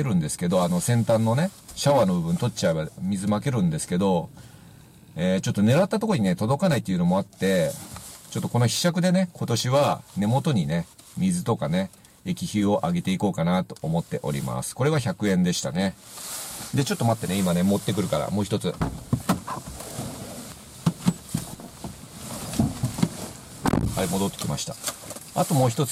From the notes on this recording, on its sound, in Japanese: 風が強く自動車の中での撮影となりました（初です！）。